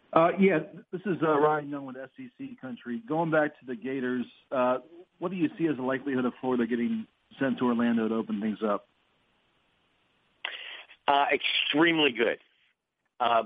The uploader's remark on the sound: ESPN Bracketology Conference Call.